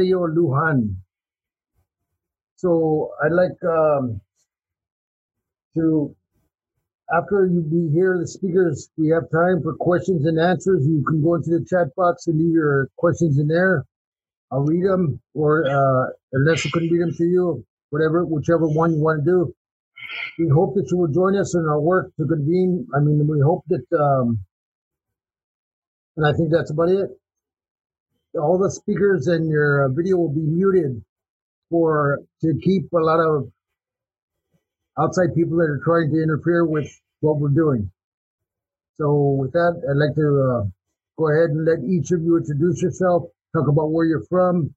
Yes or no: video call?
yes